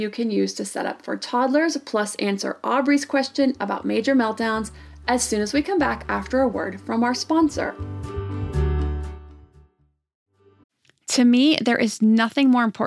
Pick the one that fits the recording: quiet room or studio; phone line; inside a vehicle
quiet room or studio